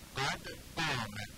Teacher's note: برای اینکه قاف شبیه غین نشه باید قاف رو محکم بگیم قد قامه، سفت رو محکم تلفظ کنیم.